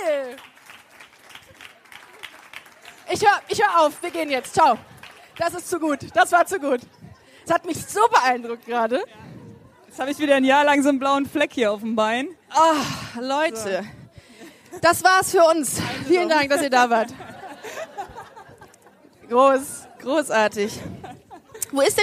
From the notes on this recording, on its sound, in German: Busenfreundin LIVE vom L Beach Festival 2019. Freut euch auf den ersten Busenfreundin LIVE Podcast auf dem L Beach Festival am Weißenhäuser Strand.